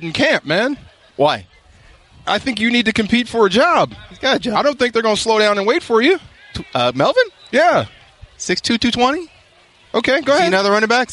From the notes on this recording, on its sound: live from Rams training camp in Irvine